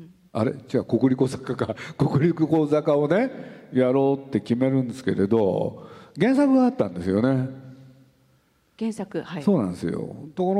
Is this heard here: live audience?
yes